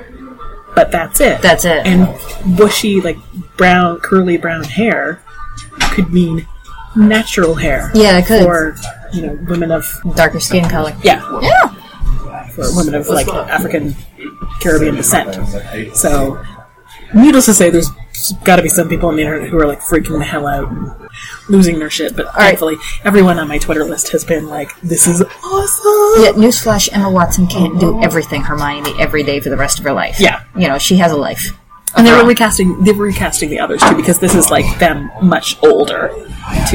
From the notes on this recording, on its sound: The audio on this one is…not great. Unfortunately we had to choose between recording in the cafe where we have knit night or not recording for two weeks over the holidays.